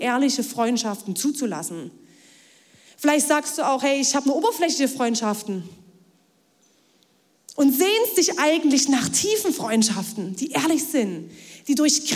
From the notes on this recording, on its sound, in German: Audiomitschnitt der Predigt.